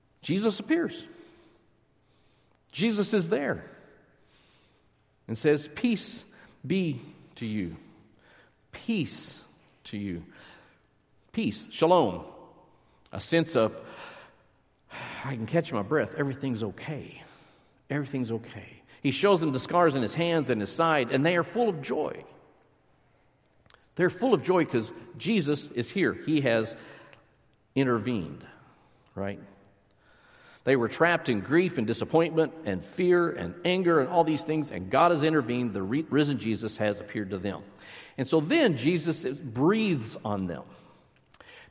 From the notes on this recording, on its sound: Recorded live at Stonebridge United Methodist Church in McKinney, Texas.